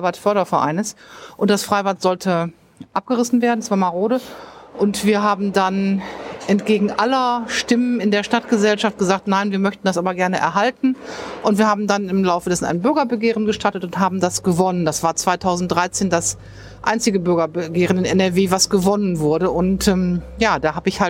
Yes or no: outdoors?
yes